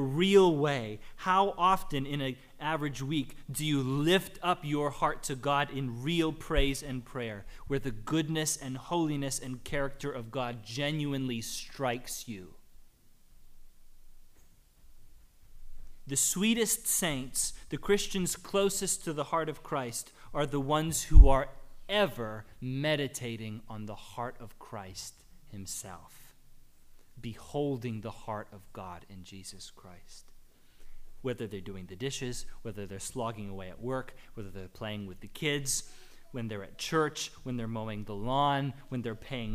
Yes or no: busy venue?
no